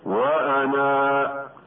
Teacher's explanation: فإذا وقفنا على الكلمة اضطرارا أو اختبارا فجميع الأئمة ومعهم حفص يثبتون الألف